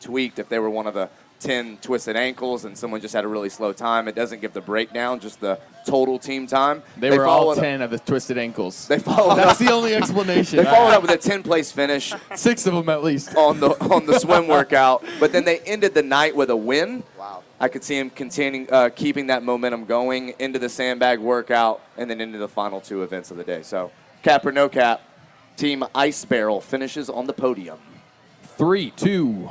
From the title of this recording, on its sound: TYR Wodaplooza Gameday // Sunday // Shut Up & Scribble LIVE From MIAMI